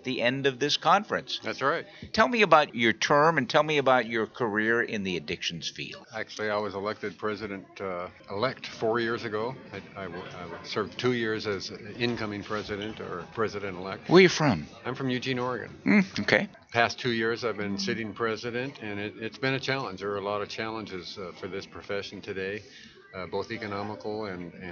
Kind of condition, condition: setting, busy venue